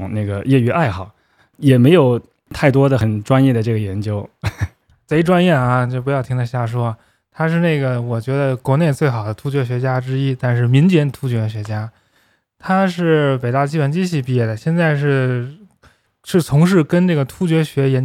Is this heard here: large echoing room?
no